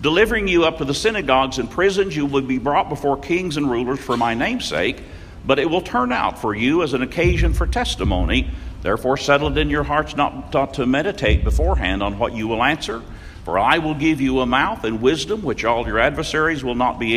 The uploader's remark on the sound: Norman Young Peoples Meeting. Audio Courtesy of Norman, OK Church Of Christ.